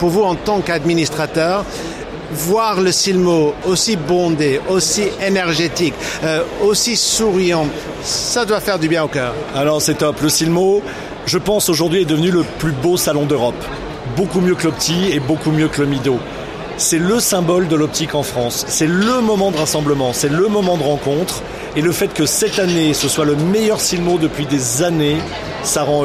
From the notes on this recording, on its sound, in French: "en direct" du Silmo Paris 2023.